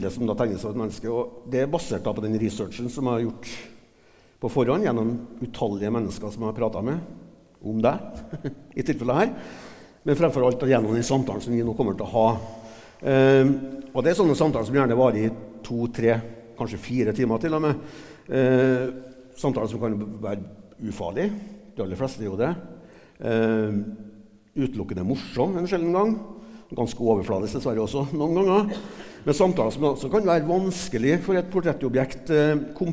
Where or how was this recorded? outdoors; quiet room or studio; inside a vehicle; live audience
live audience